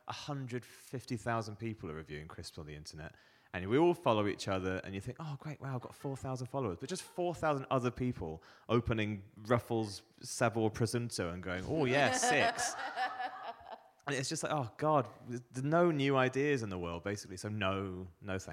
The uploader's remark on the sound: The Re-Draft Podcast comes at you LIVE from The King's Arms! What a beautiful venue we find ourselves in for our inaugural live episode.